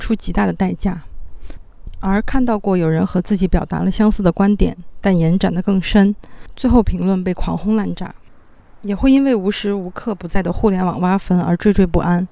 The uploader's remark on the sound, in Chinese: 在户外边走边录的音，所以录音质量会稍微差一些，抱歉啦